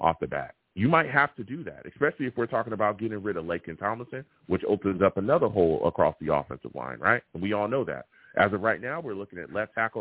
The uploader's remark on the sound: I take live callers!